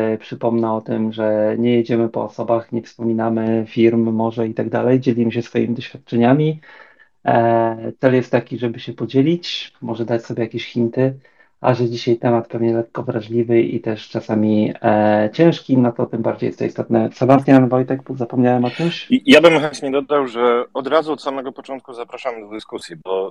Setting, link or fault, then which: link, video call